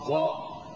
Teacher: حتى بعض الجهات مغاربة مثلا حوارنا بيقولوا بدال الضاد ضاء، الضاد المستطيلة بدالها بيجيبوا الضاء المشالي